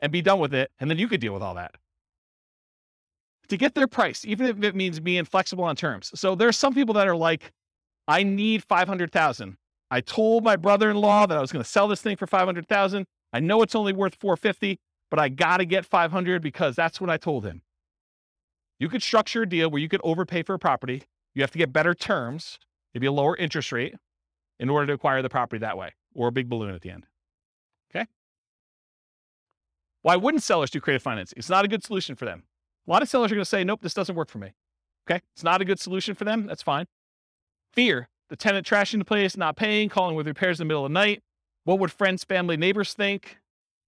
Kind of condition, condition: setting, live audience